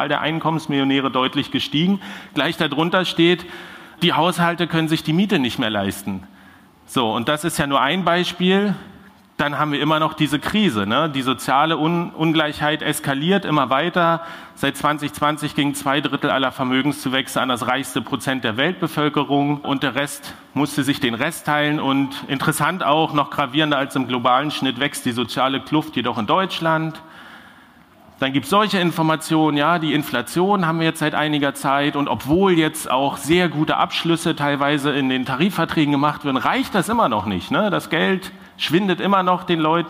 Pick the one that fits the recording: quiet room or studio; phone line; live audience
live audience